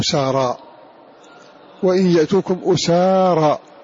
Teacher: ضم الهمزة وفتح السين وألف بعدها على وزن فعالى